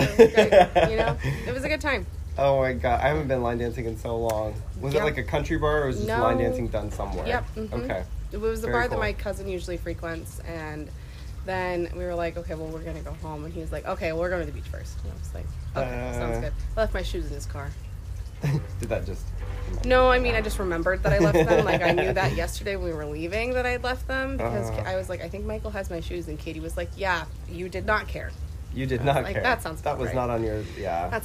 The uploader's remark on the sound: enjoy the beautiful weather outdoors